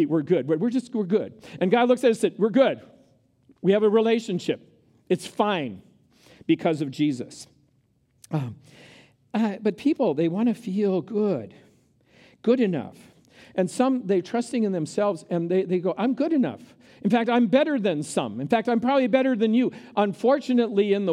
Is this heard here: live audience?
yes